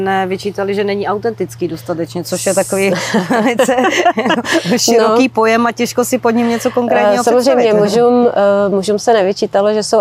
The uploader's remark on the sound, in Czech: Rozhovor byl natáčen ve venkovním prostředí, proto prosím omluvte sníženou kvalitu zvuku.